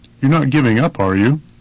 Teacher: pay attention to the rising intonation at the end of the questions